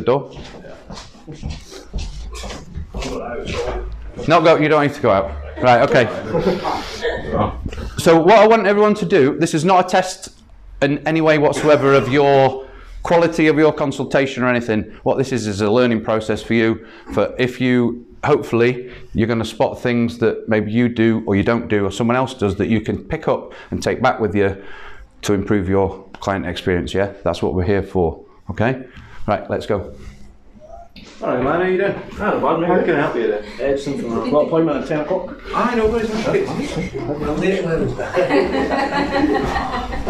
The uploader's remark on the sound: Recorded at a workshop held at Har Barber